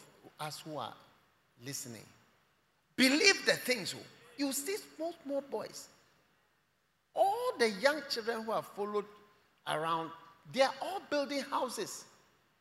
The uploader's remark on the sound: Preached at the First Love Experience Service, Accra